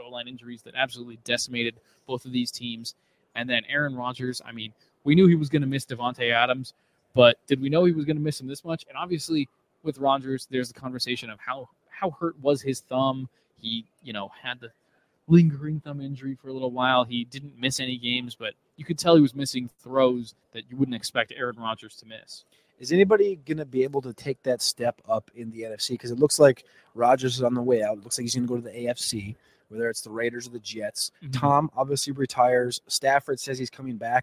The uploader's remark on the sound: LIVE from Radio Row.